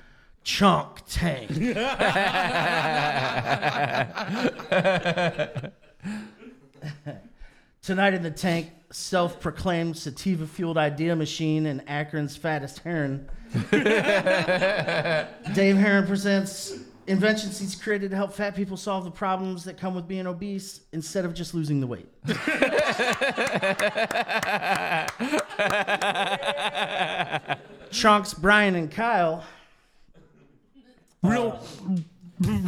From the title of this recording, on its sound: LIVE AT THE 16th ANNUAL CLEVELAND COMEDY FESTIVAL